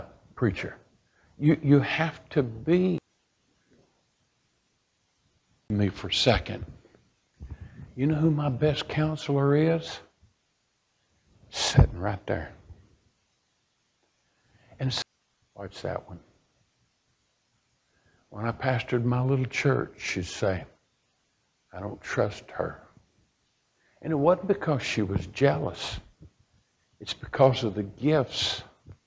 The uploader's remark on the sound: A message preached at Crossroads Baptist Church on Sunday night.